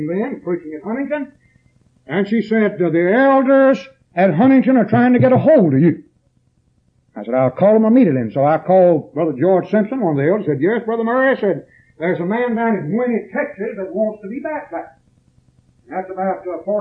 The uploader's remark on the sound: preached this sermon at East Columbus church of Christ on September 9th, 1981.